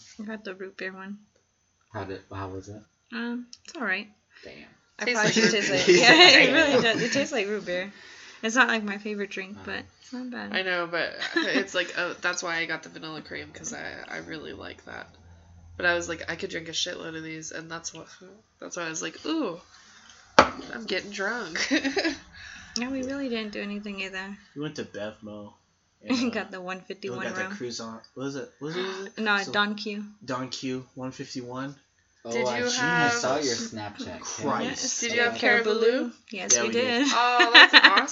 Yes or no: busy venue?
no